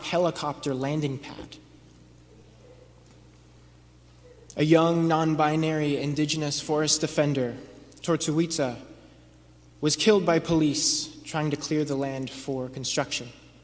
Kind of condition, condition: setting, large echoing room